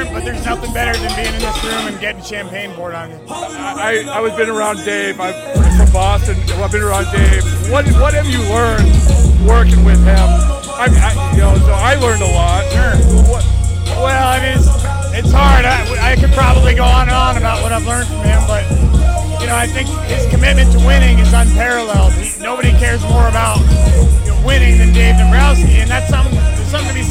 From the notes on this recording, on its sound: in the midst of the Phillies' celebration